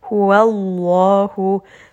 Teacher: So you can kind of hear that waw is light and the name of Allah here is heavy. · Term: heavy lam